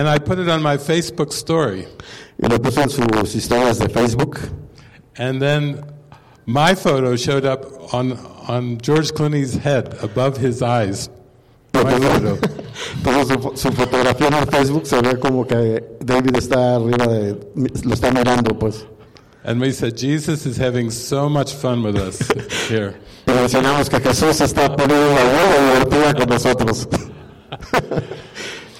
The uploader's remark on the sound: Workshop. This session was recorded on the morning of November 16, 2019, at the Centro Médico Nacional Siglo XXI in Mexico City, Mexico.